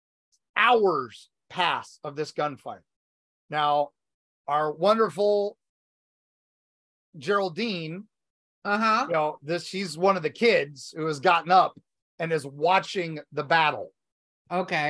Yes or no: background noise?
no